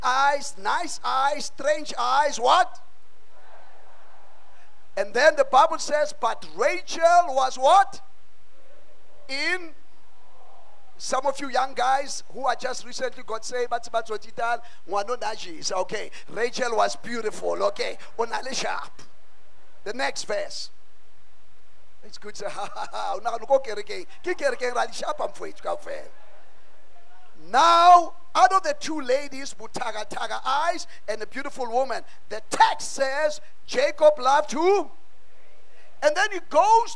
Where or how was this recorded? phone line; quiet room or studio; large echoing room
large echoing room